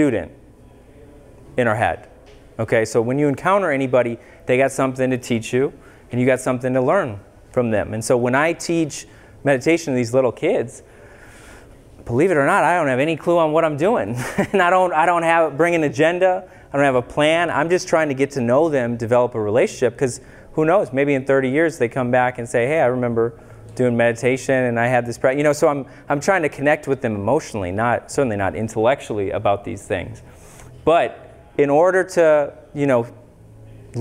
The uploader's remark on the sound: Public Lecture in Mankato, MN. This episode is a recording of a free public lecture.